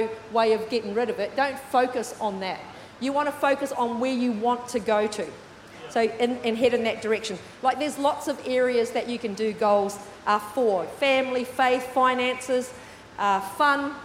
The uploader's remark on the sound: With services streamed live at 9am AEST. Recorded during our 9am service on Sunday, the 28th of January 2024.